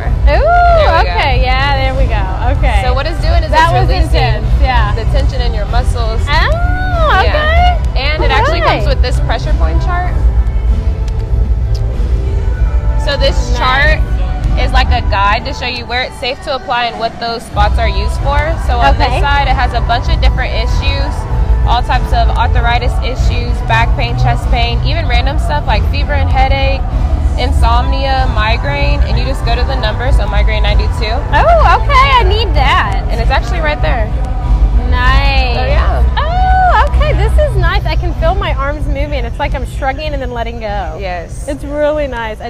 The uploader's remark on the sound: TCH Interviews throughout Day 1 of Galveston Island eSports Summit.